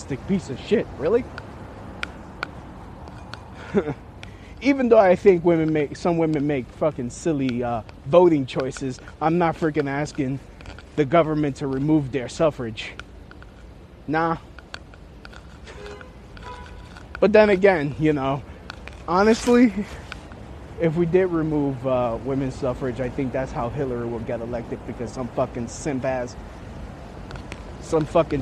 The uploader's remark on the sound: Walking On My Way To An Open Mic.